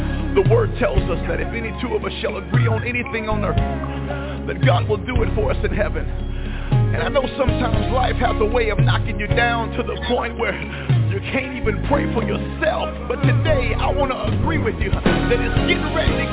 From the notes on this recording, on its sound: TNTSuperfantastic Conference Call